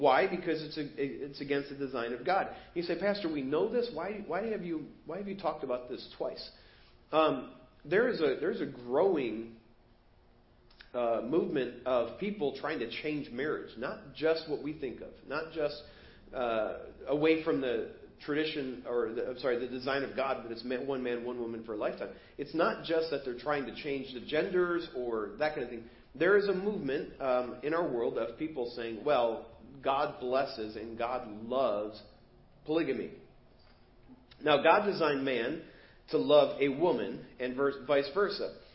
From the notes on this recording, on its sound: Preached at First Baptist Church of Hazel Park